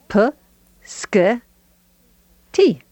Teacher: none of that has your vocal cords vibrating for the consonant sounds